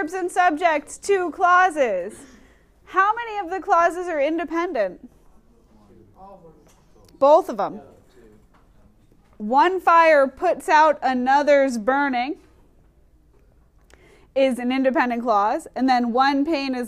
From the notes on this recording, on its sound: Recorded in class